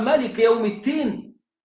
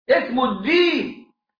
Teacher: إبدال الحروف حرف في مكان حرف، الدال تبقى تاء · Shown in: first take